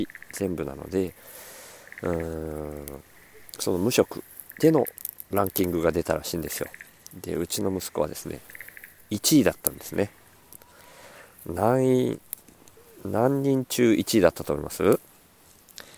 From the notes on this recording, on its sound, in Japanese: 苗代 に敷いた藁の隙間から生えたスギナを取りながら録音